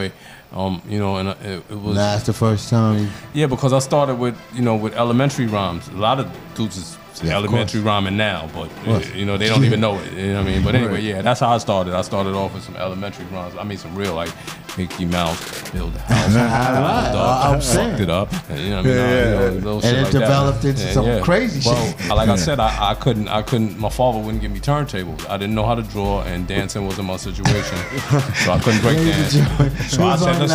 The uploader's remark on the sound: We bring it to you live from FAIRLEIGH DICKINSON UNIVERSITY. SHOW getting shout outs in the crowd of party people.